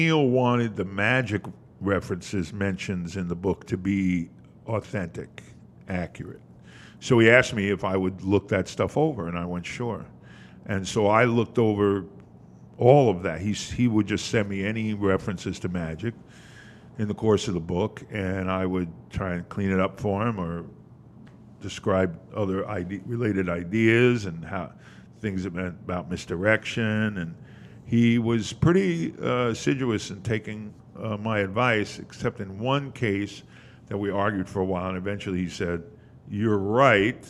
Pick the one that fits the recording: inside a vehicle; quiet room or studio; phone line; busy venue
busy venue